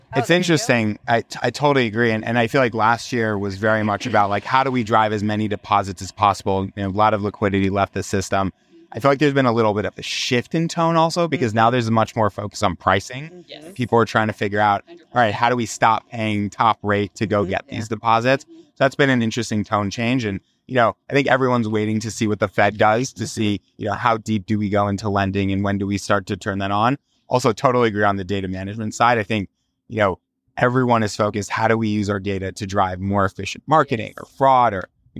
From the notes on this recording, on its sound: Recorded between sessions at banking's premier conference, Acquire or Be Acquired